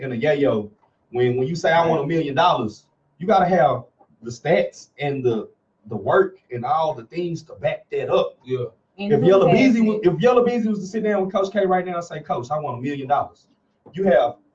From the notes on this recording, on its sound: This week episode we have some slight Technical Difficulties.